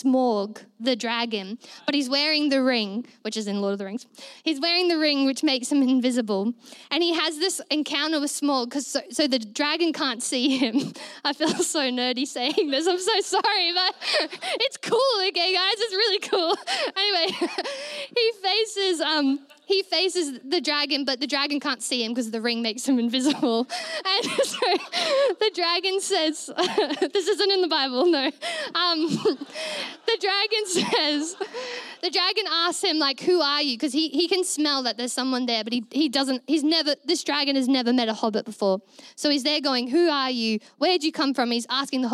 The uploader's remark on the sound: Recorded during our Melobourne East service on Sunday, the 3oth of April 2023